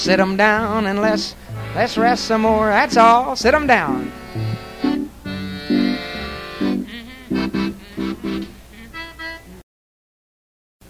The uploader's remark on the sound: Vintage MWSD Live Dance Recording